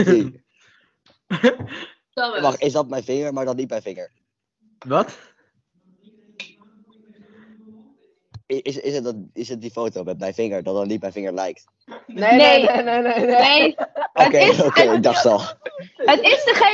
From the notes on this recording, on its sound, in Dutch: het slechte geluid